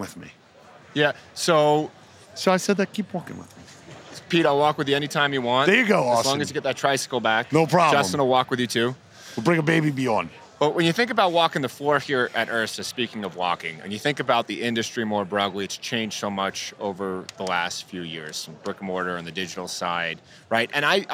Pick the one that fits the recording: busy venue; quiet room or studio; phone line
busy venue